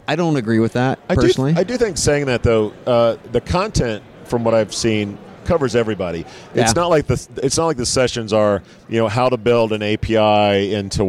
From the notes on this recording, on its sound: from the HR Tech Conference in Las Vegas from the Fuel50 booth